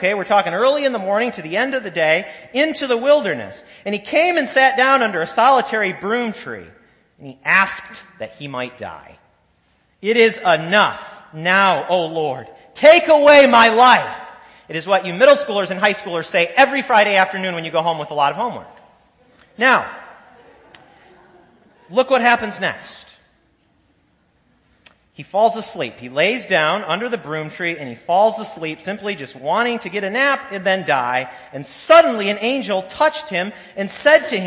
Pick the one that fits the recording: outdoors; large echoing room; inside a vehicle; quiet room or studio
large echoing room